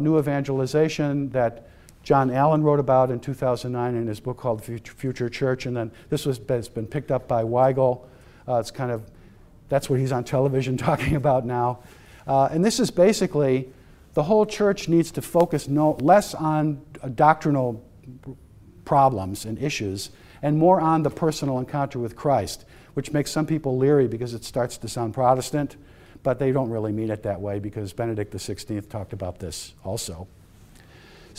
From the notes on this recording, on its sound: lecture was a part of the Society of Catholic Social Scientists Conference